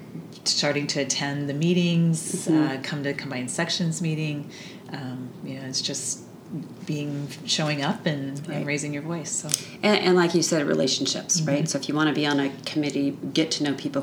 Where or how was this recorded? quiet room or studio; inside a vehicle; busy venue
busy venue